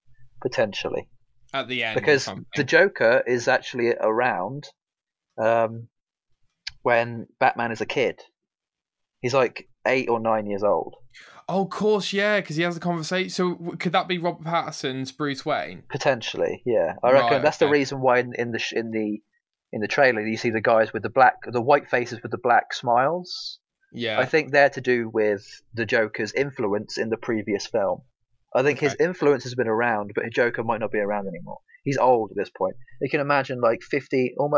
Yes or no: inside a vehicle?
no